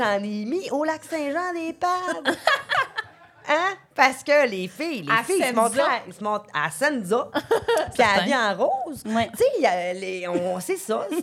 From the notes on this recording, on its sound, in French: Enregistré devant public à l'Idéal à Montréal mercredi le 1 novembre 2023.